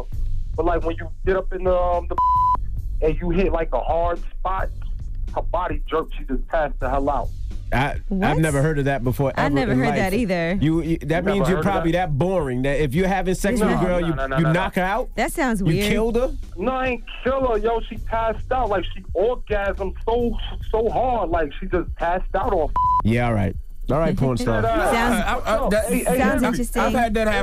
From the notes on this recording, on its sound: We opened the phone lines for our listeners. We opened up the phone lines.